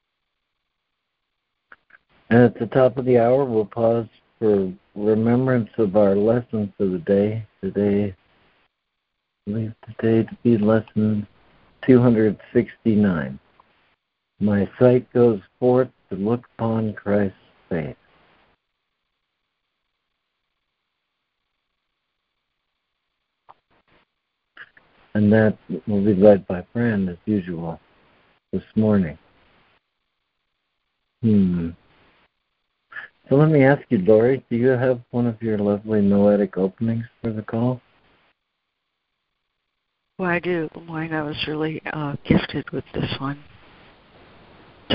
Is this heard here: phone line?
yes